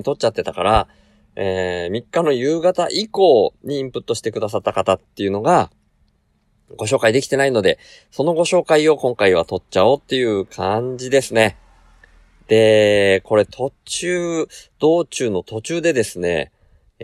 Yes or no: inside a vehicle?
yes